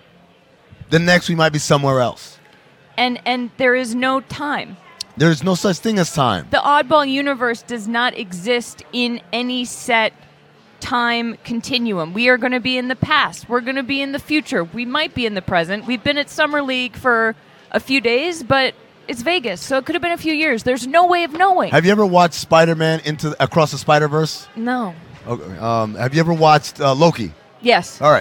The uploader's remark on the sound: Live from Las Vegas for NBA Summer League 2023